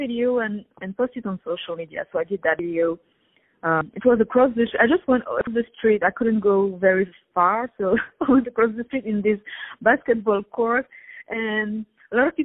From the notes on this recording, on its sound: On the phone.